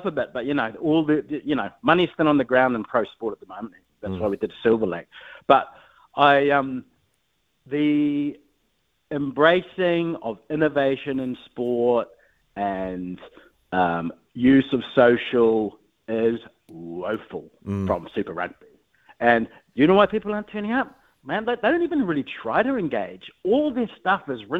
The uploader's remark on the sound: He goes to the phone and text lines